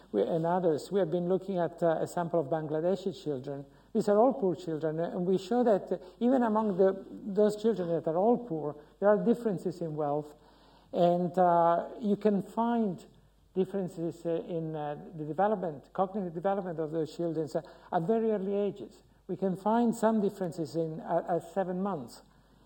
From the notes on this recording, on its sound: UCL Lunch Hour Lecture